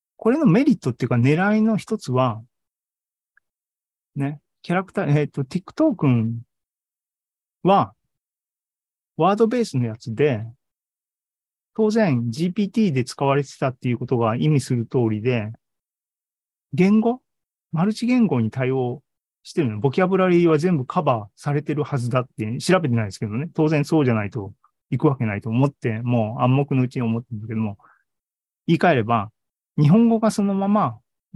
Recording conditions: video call